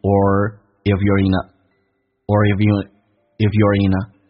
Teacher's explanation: You are 在口语化当中可以说成一个也加个儿化音轻度卷舌叫儿叫 your 一个呃叫 in a,那这几个单词连在一起的话都是用降调来发变成 or if you're in a or if